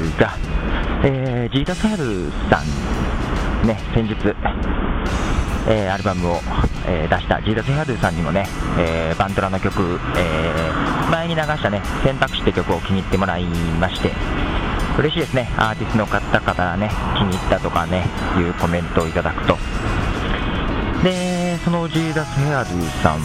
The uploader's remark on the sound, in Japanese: 屋外で録音するポッドキャスターとして、かなり悩みなんですが、蚊に刺されやすい体質なんで困ってます。公園のベンチでちょこっと録音している間にボコボコに蚊に刺されたり・・・。